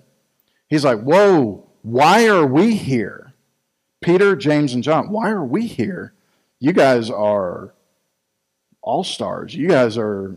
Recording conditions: large echoing room